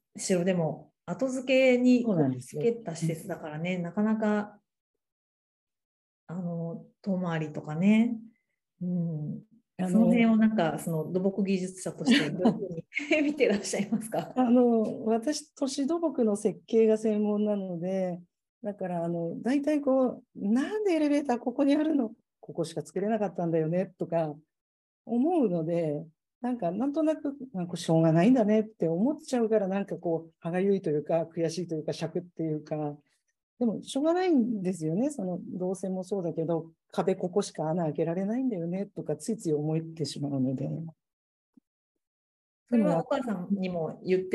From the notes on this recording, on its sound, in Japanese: 収録場所： オンライン (Zoom)